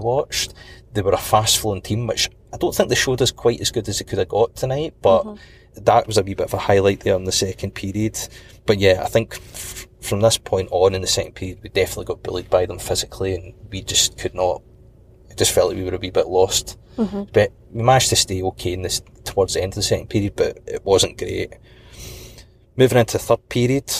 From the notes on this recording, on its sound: A podcast from the car this week.